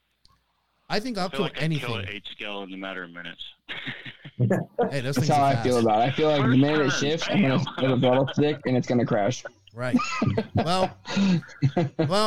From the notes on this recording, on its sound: the audio from the NNRC Hotline this past Wednesday